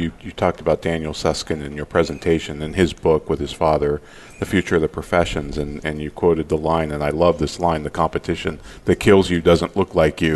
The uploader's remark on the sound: Live Broadcast at the The IPBC IGNITE Conference.